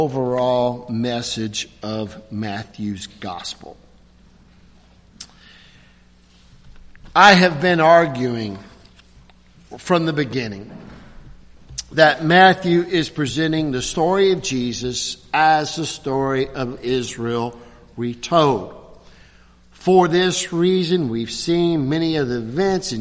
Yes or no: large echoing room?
yes